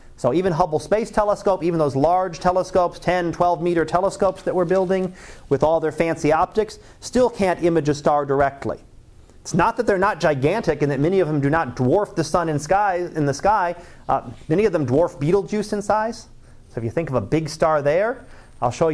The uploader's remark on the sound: Live Class Lecture